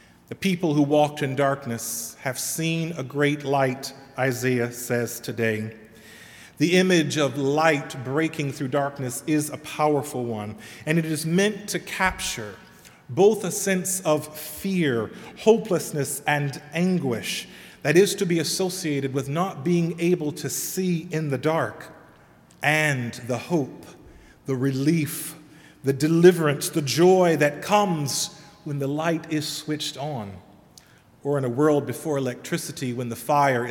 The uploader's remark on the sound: Sermon delivered at All Saints Kingsway